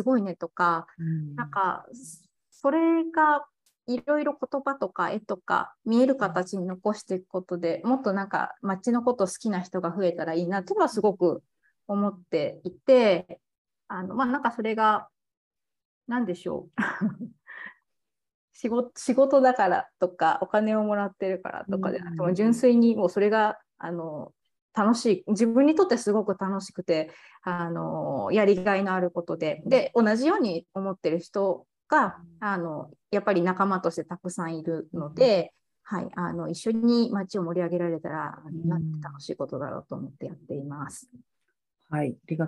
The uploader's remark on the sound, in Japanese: 収録場所： オンライン (Zoom)